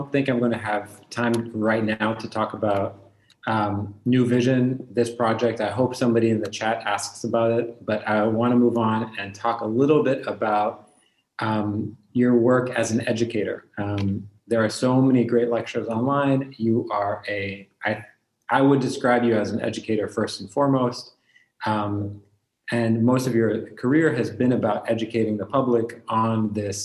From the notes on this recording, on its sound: Our long-form interview series, hosted on Zoom. There is a moderated town-hall style Q&A with questions coming from the live virtual audience on Zoom.